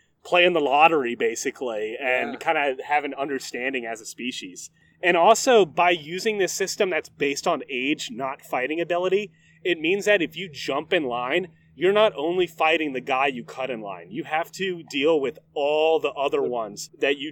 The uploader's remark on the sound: Dirty Bird is recording on Goat Island in Lake Gaston, NC! This episode was recorded very early on in the pandemic before travel bans, ect. Please excuse any wind, boat noises, or poor audio quality.